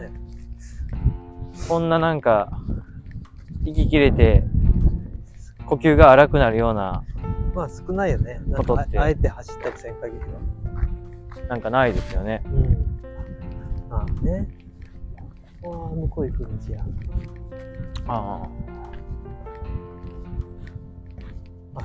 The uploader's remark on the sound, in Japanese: 松原を散歩しながら、ピンマイクの性能をチェック。今日は新しい買ったピンマイクの性能チェックのため、iPhoneを持って散歩へ！松原と綺麗な海と砂浜を眺めながら歩きました。ピンマイク ワイヤレスiPhone/iPad用ピンマイク【２人同時使用可能】 瞬時接続 360°集音 ノイズ軽減。